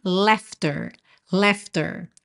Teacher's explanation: Esse GH vai ter som de F. E esse AU vai ter som de E, um E com acento agudo. Então pense em laughter, laughter, ok?